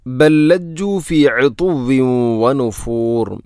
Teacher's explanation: ഒന്നാമത്തെ ലാമിനെ രണ്ടാമത്തെ ലാമിലേക്ക് ഇദ്ഗാം ചെയ്യുന്നു, കൂട്ടി ലയിപ്പിച്ച് ഒതുന്നു.